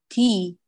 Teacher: التاء الفصيحة مهموسة وإن حركت، نعم يبقى الهمس ضئيلا جدا لكن لا بد منه، فلا نقول تي نقول تي، ولا نقول ينكح ينكي كي، لا كي كي، هاتي هذا الشيء من الهمس ضرورة يؤتى به.